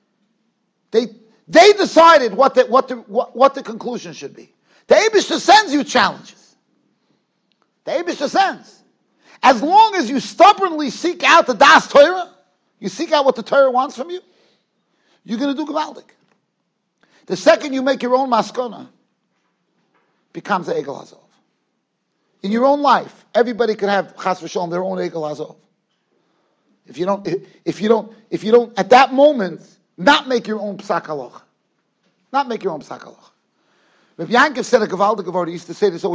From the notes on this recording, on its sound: Shiur recorded in Yeshivas Ohr Reuven, Monsey, NY.